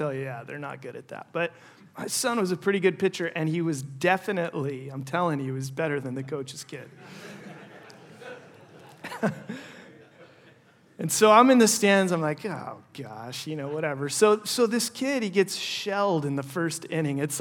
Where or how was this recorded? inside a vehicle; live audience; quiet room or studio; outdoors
live audience